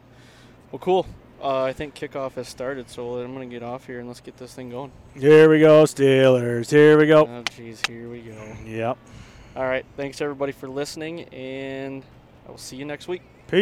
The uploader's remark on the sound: It's the Rut and we are heading to Michigan. Are in the truck heading to Michigan and we decide to record a podcast.